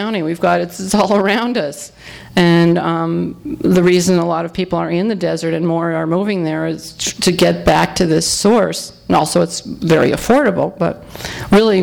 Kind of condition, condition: setting, live audience